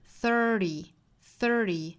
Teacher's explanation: 那我们看30中间的这个字母 T 做 flap T 的处理